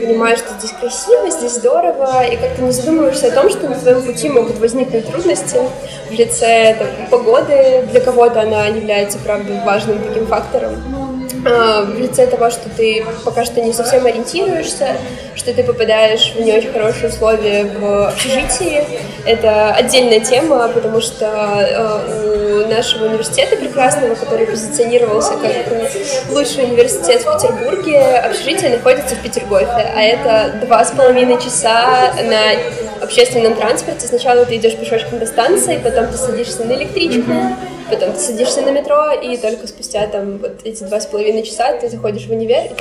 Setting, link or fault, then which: fault, poor sound quality